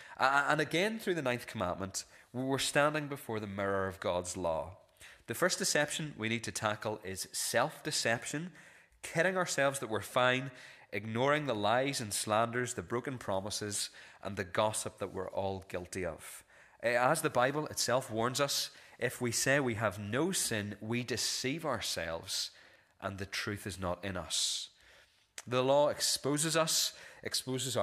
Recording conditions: large echoing room